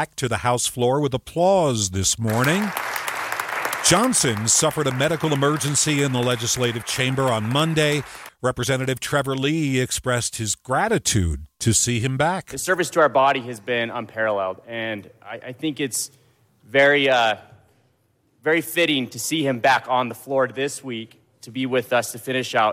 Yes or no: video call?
no